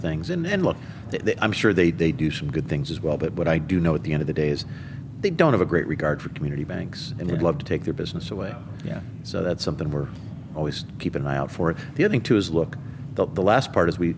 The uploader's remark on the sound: LIVE FROM MONEY 20/20